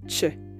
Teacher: The sound ch for the ch in Spanish is a voiceless post alveolar affricate. This means that it's articulated with the blade of your tongue placed against the alveolar ridge or gum line, as we saw before. · It's an affricated sound because the airflow is completely stopped and then redirected to the edge of the teeth.